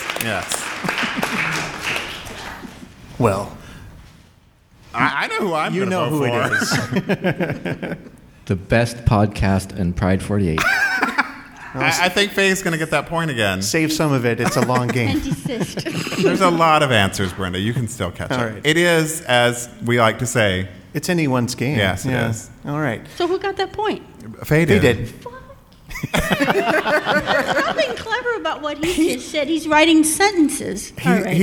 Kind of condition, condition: setting, live audience